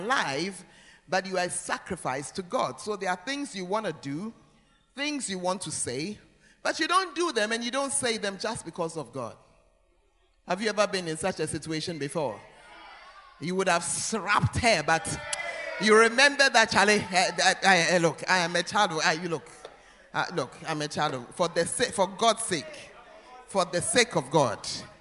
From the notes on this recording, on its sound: Preached at First Love Center; Ayeduase